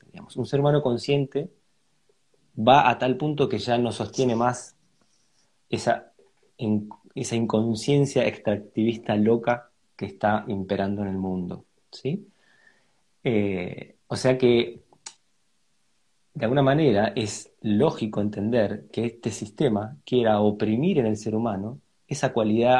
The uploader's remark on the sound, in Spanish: Audio de la charla en vivo por Instagram